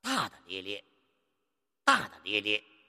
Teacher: 你第二个大字要读轻声啊